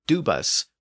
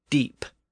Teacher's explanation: we see the original B sound in the Lithuanian word and the later Germanic P sound in the English word